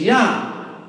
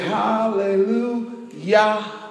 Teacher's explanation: The J is silent. It's a Y sound.